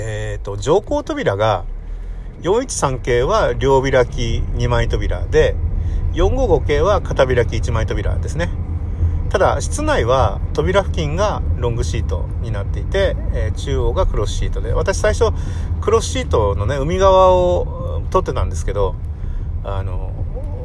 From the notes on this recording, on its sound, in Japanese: 国道246号線を走行しています。クルマの中で録音したので雑音多め。